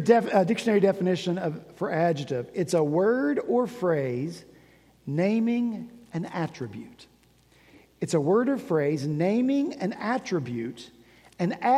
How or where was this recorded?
large echoing room